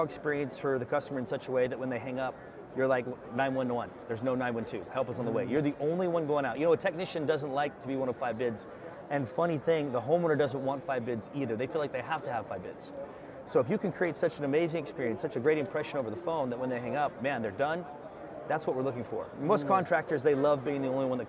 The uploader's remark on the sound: sat down with us at Service World